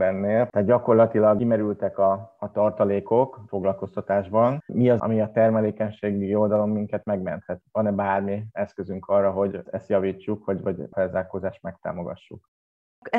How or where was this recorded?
video call